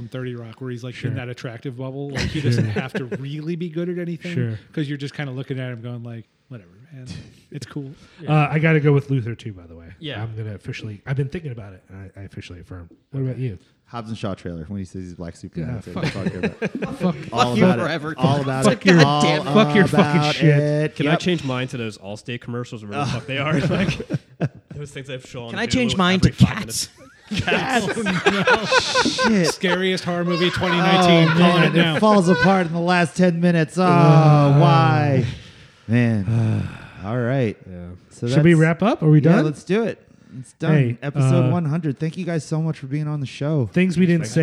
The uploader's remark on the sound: We decided to have a giant recording party! We invited basically everyone we knew.